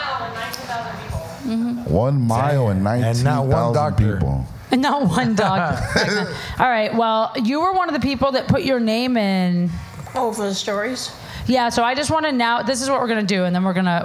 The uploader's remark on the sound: LIVE at Saint Rocke